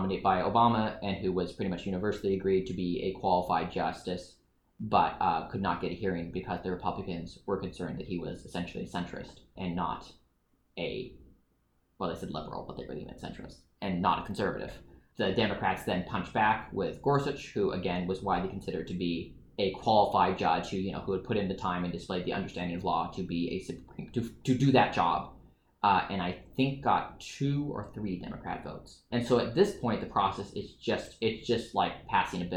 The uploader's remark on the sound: This episode was recorded on location with a single mic, so please forgive some audio wonkiness.